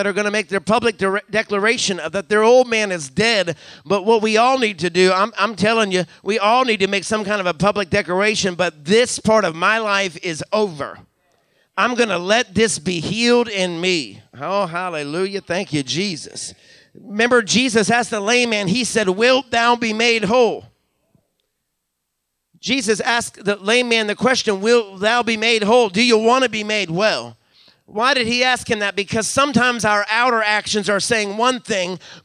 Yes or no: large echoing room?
yes